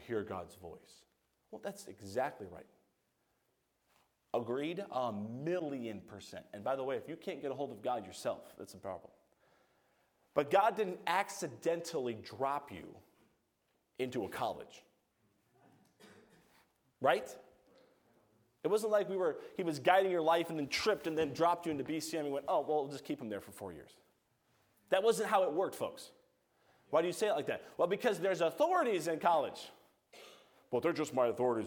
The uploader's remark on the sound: A message preached by Evangelist. From the chapel platform of Baptist College of Ministry.